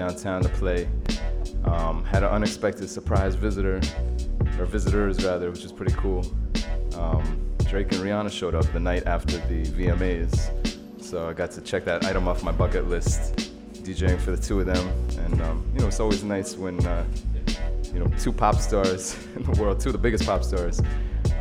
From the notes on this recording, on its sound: Originally broadcast live on September 12, 2016 from the storefront of The Late Late Bar on Houston Street in New York City.